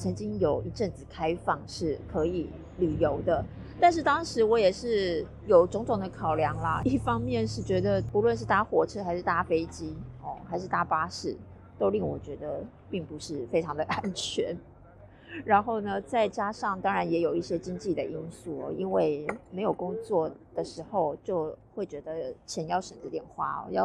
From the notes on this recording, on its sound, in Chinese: 新年路邊閒聊。趁著雨停和管制法令稍稍停歇之時。這回在路邊錄音，已盡力刪除可能不悅耳的聲音，但仍有些車子的聲音。